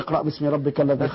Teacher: فكلمة اقرأ القاف وقعت وسط الكلام فهي مقلقلة لكنها أقل وضوحا من الفلق التي وقفنا عليها، أو الذي خلق القاف من كلمة خلق.